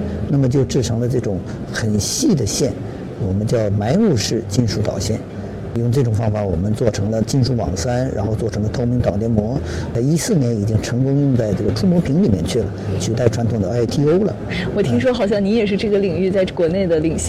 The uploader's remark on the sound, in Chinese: 带您走进2019慕尼黑上海电子生产设备展，为您带来最前沿的现场资讯